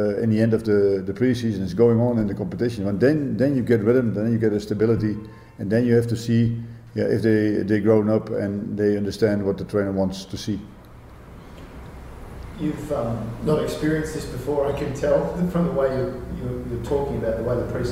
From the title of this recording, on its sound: FFA Cup Semi Final press conference